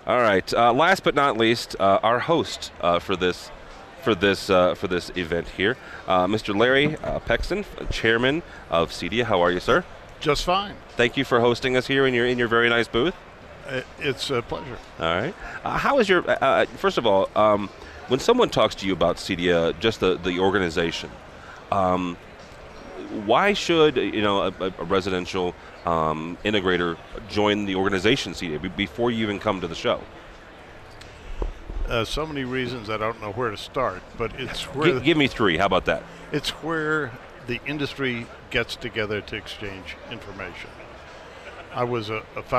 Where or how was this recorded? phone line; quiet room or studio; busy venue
busy venue